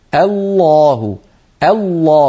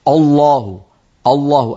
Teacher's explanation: لابد من أن ننطق الهمزة مرققة ثم نفخم اللام برشاقة هكذا · Shown in: first take